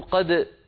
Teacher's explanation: العرب تقول قد، وتظهر الدال وتقلقلها